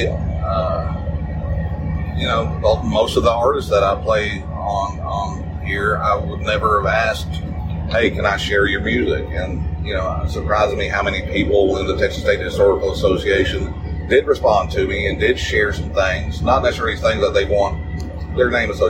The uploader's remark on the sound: Special Edition from the Field. This is an unscheduled episode recorded without notes from work. I apologize for the bad sound quality.